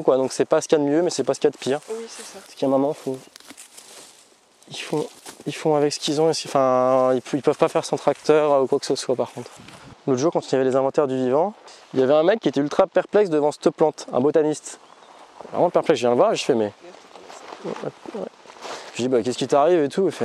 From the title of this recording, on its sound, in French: Balade à la Ferme du Grand Laval